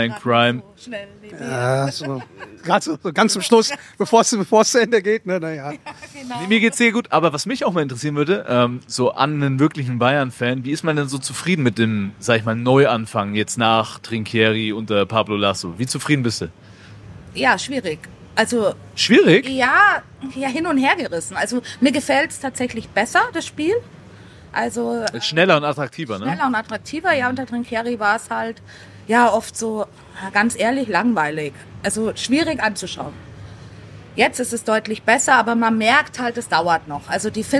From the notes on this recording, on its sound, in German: Erwartet die Hörer eine mitreißende Live-Q&A-Session in der Paulaner Fan Treff Lounge im BMW Park während des FC Bayern Basketballspiels gegen Ratiopharm Ulm. Fans vor Ort erhalten die Gelegenheit, ihre Fragen live zu stellen.